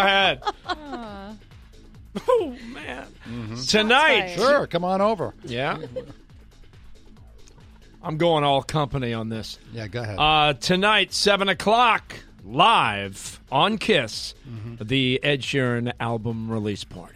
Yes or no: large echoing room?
no